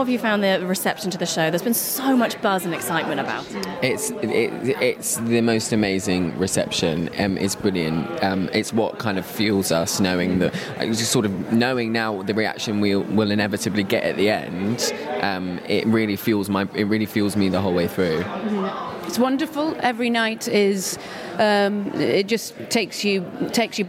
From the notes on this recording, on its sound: a collection of interviews from the Olivier nominations launch party